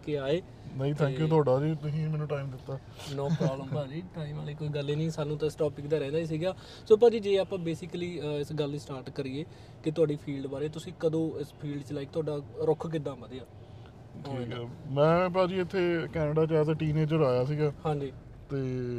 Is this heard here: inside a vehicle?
yes